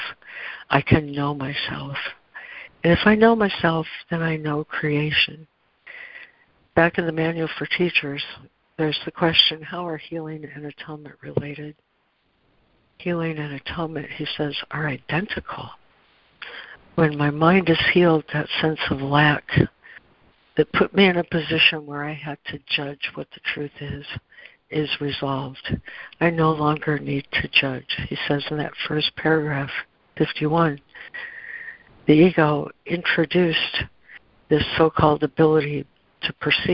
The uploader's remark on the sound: ACIM Daily Conference Call.